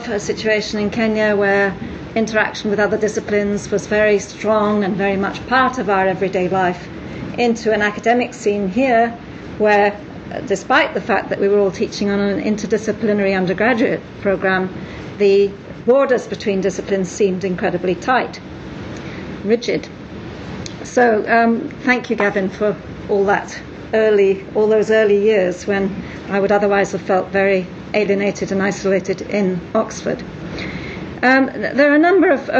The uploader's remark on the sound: Gives a talk in the Agrarian Societies section of the Celebrating Gavin Williams conference, held in Oxford on 9-10 July 2010. Gives a talk in the Agrarian Societies section of the Celebrating Gavin Williams conference, held in Oxford on 9-10 July 2010.